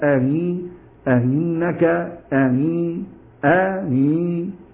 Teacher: همزة مكسورة أي تنطق بينها وبين الياء. · Term: التسهيل